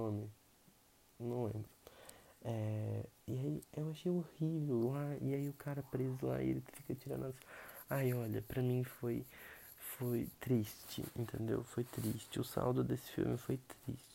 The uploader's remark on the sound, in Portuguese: gostaria de pedir desculpas pelos ruídos pelo simples fato de que não aprendi a como editar corretamente e nem qual melhor microfone para ser usado.